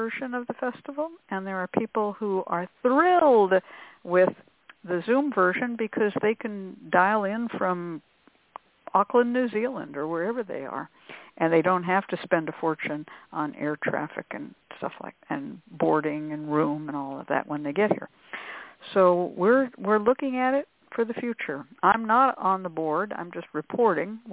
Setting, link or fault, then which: link, phone line